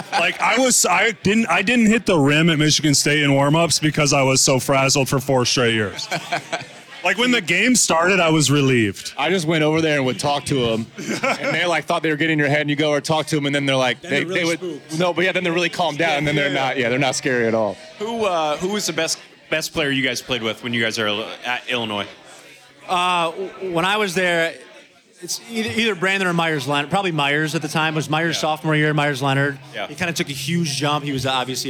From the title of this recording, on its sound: LIVE FROM OVER UNDER